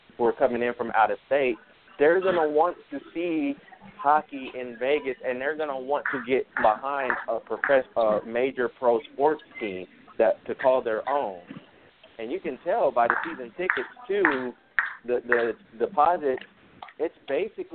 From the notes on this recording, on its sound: live from the Encore Hotel and Casino in Las Vegas